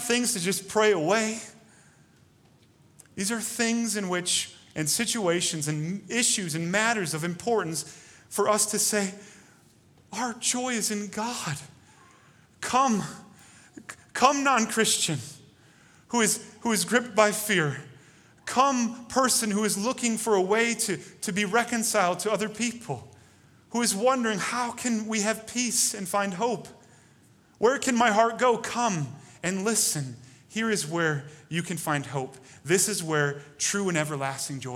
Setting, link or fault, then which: setting, large echoing room